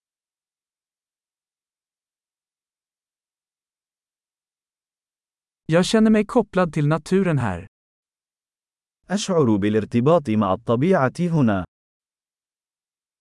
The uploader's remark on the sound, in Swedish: Ljudet av den porlande bäcken är terapeutiskt.